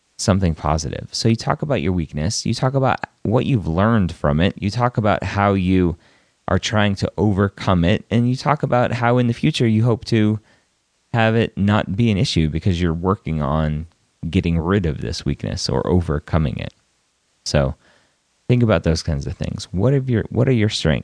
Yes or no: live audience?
no